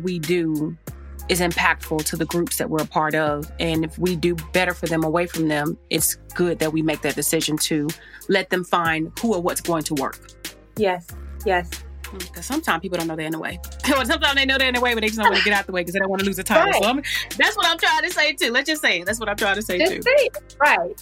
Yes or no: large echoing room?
no